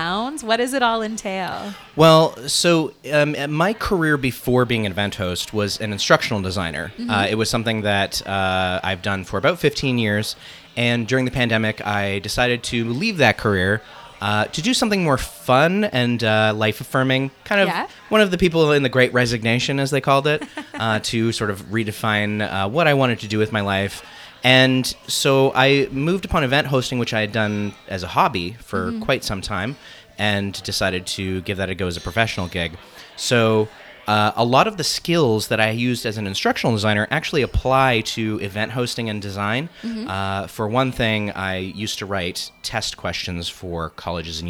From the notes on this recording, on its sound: live at Goldies Convenience in DTK